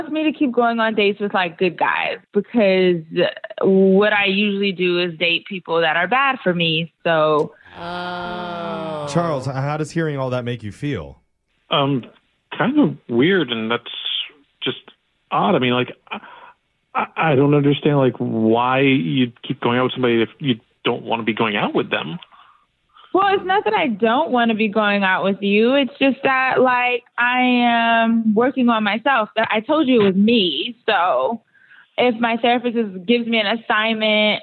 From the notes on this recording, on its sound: Today’s Awkward Tuesday Phone call.